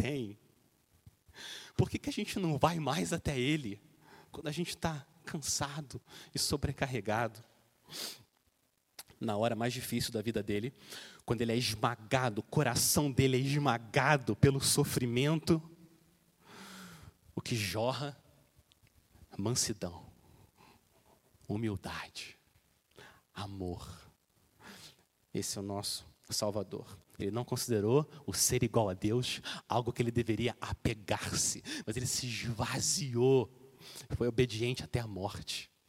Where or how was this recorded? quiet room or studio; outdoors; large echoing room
large echoing room